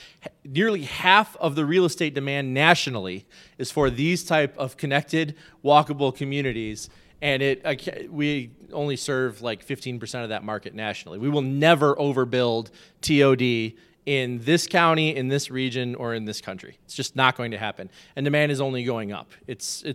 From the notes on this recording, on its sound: This is a live podcast from Strong Indy's first 'Fireside Chat' at the Tube Factory Artspace.